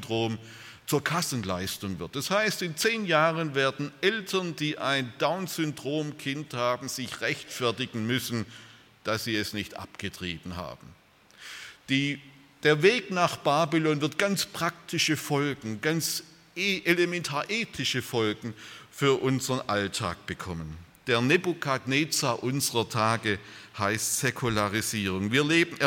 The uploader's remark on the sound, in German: aus dem Gottesdienst der Liebenzeller Mission